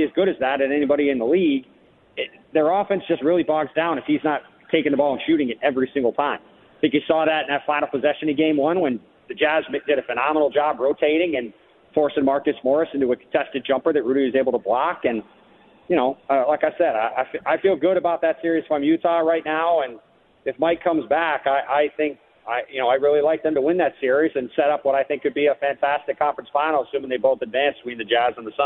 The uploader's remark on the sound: Take phone calls from Suns fans.